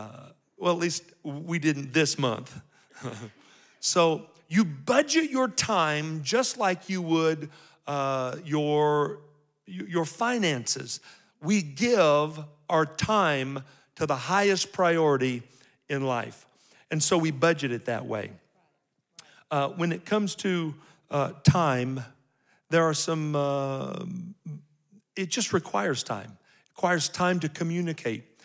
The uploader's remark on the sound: These episodes were recorded live at our 2023 Calvary Marriage Seminar.